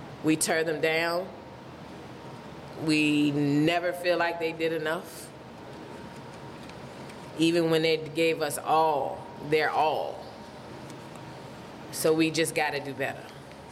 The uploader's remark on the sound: Before a LIVE audience. Actual LIVE audience participation.